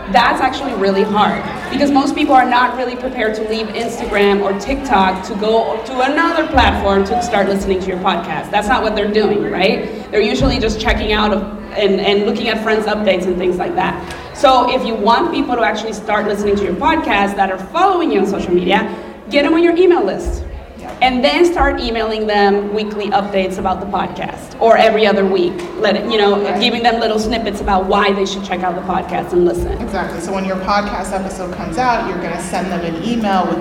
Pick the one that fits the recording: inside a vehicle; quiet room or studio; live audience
live audience